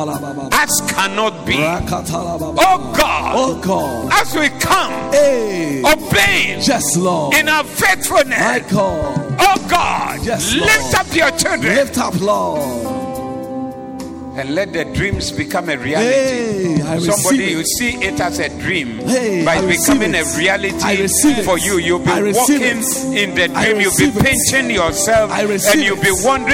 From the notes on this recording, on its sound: Preached at the Doxa Service